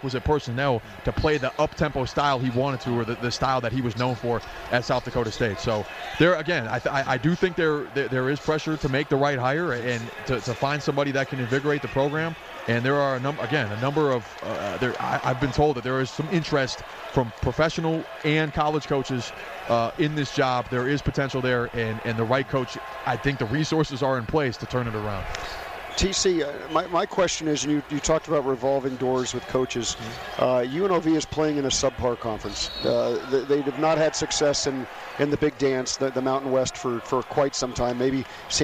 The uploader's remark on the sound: Live from the Chelsea Theatre in the Cosmopolitan of Las Veags